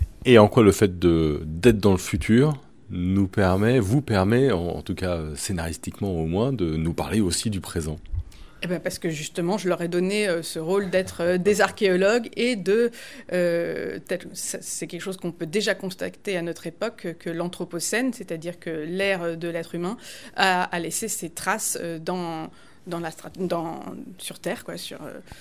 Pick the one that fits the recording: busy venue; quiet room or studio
quiet room or studio